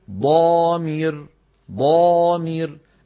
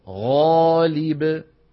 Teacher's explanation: فحرف الاستعلاء المطبق ماله أشد تفخيما من حرف الاستعلاء المنفتح. نحو ضامير ضامير أشد تفخيما من غالب